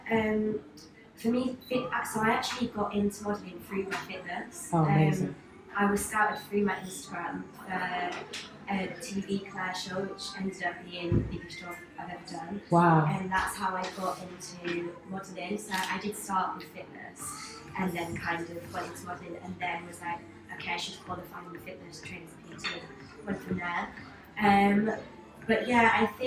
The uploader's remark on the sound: LIVE EVENT _ Trending: Now + Next at Kalifornia Kitchen. The audio for this episode is taken from the Model Me event we did at Kalifornia Kitchen.